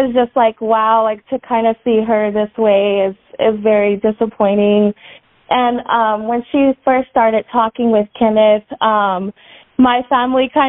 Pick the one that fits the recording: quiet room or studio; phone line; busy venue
phone line